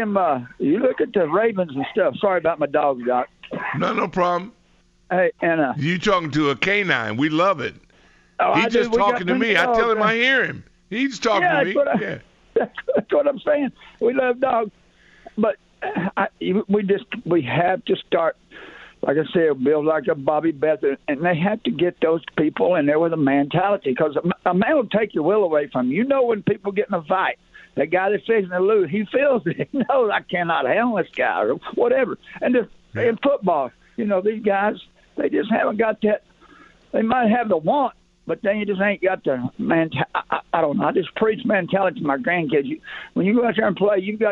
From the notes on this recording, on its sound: Turns to the phones to hear what Commanders fans are rooting for right now.